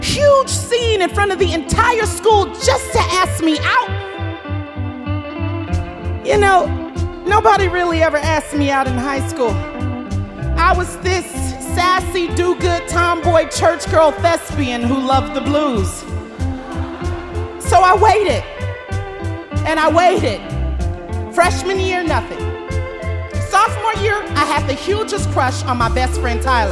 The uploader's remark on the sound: Snap LIVE! At The Paramount